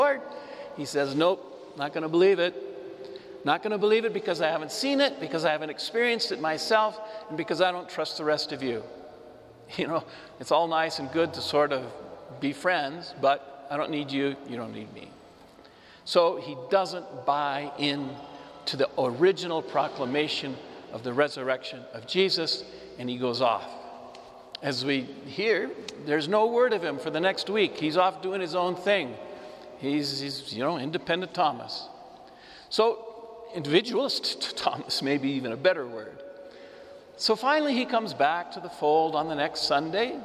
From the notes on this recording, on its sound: This homily was preached before the Saint Francis Catholic Community of Cuenca in the Iglesia de San Francisco, Cuenca, Ecuador.